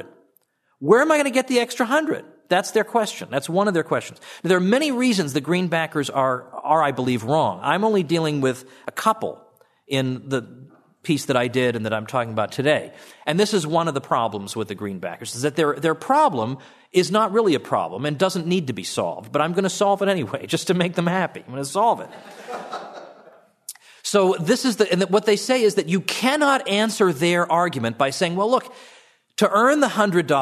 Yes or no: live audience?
yes